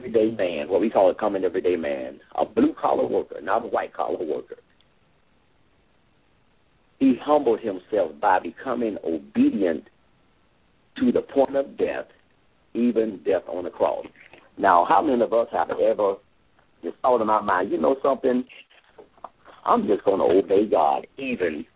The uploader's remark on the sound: LML uses a progressive live call in format.